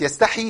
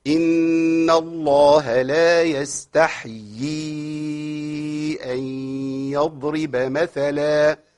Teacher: طب في الوصل لازم ده يبان كمان، عندي حاء ساكنه يستح، وخش عليها المتحركه يستحيي، ياء متحركه وبعديها ياء ساكنه، وعندي همزه بعديها فده مد منفصل · Shown in: second take